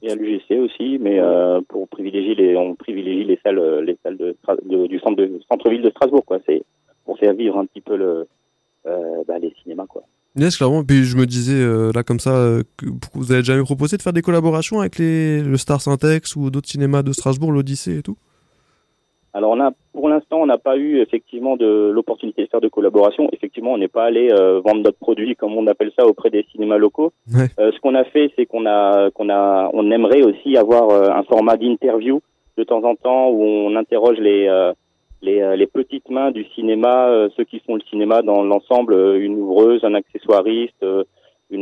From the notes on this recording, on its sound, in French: La radio Strasbourgeoise RBS nous a convié à une interview très sympathique. Pour respecter le protocole sanitaire en vigueur, l'interview s'est déroulée en distanciel par téléphone.